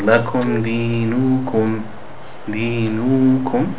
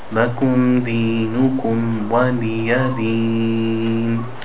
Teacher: We want to keep each vowel the same length. Lakum dinukum di, di is two beats, nukum is one beat each. · Shown in: second take